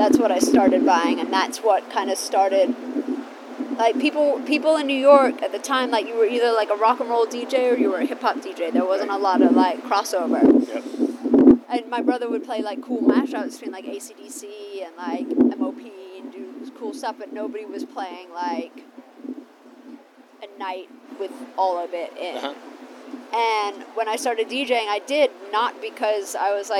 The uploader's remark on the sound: LIVE from Cannes Lions. At the Cannes Lions Festival of Creativity and we sat on the rooftop of the FQ Lounge overlooking the Bay of Cannes. The audio is a little funky because we're outdoors but our expert producer was able to make it sound pretty good.